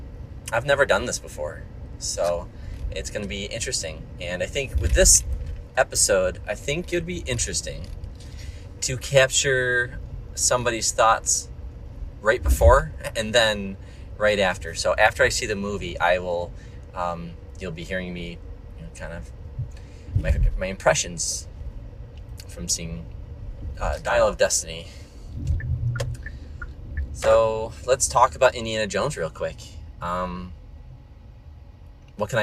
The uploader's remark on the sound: I recorded this one in the car